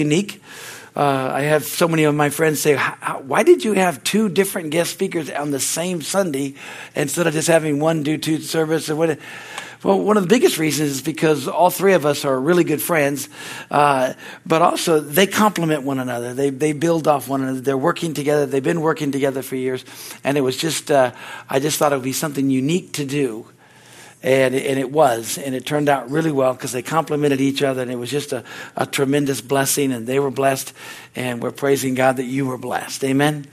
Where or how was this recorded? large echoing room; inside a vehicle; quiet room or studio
large echoing room